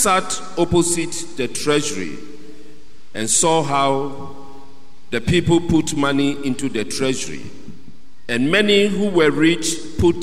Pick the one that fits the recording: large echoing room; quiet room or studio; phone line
large echoing room